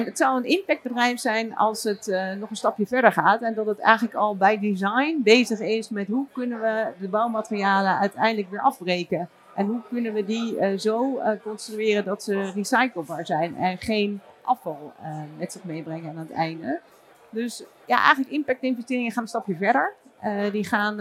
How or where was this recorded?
busy venue